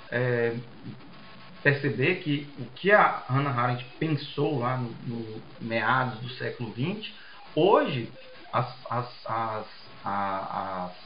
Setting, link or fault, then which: fault, poor sound quality